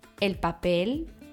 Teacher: Diese werden auf der letzten Silbe betont · Term: Aguda